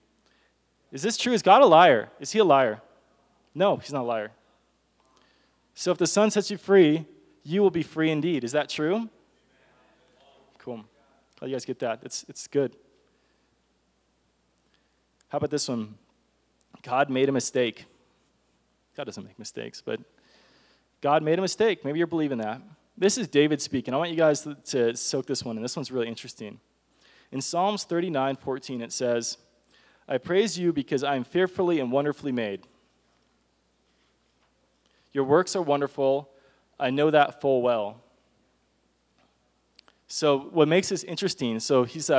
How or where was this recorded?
live audience